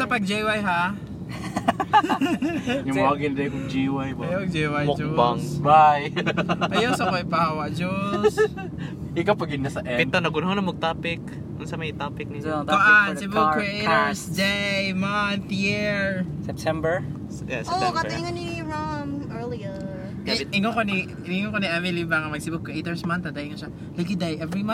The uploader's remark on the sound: Another carcast. No edits, just some raw conversations and topic switches.